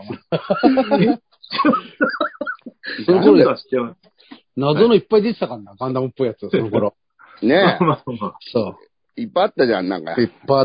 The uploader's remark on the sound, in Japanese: ZOOMで収録